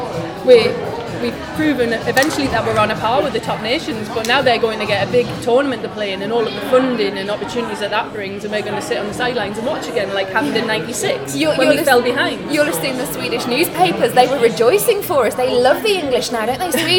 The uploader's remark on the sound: Recorded at Wembley Stadium ahead of the Women's FA Cup Final on Saturday 1st August. Our panel of fans.